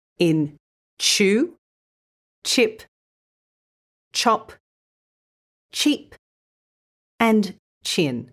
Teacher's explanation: When you add the t sound to the start of the sh sound, you get ch.